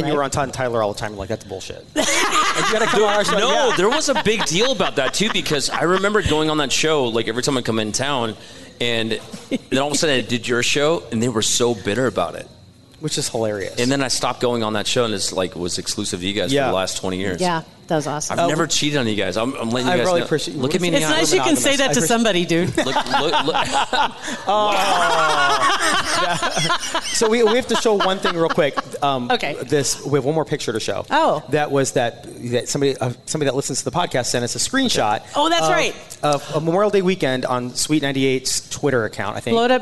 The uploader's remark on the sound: LIVE At Hail Varsity Club. Our LIVE podcast event was so much fun!